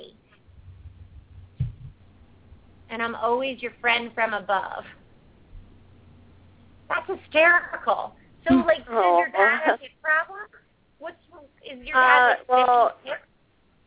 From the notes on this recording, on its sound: open up the lines for listeners to call